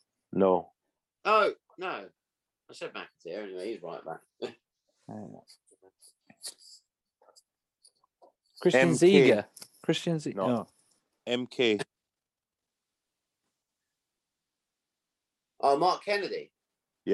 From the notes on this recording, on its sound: Zoom to the rescue! Raise a glass from the comfort of their homes!